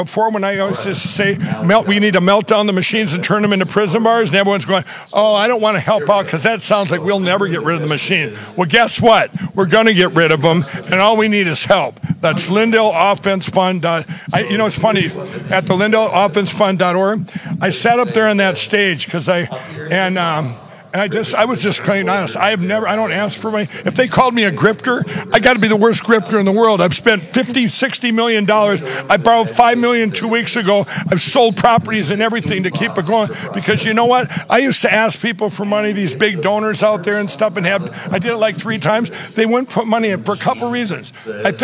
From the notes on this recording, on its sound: Live From Election Summit